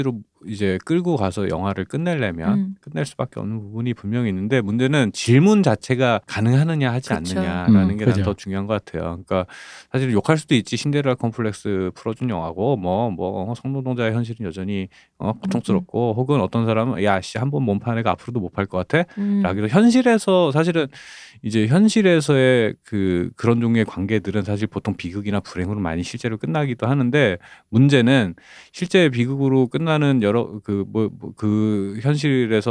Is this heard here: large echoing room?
no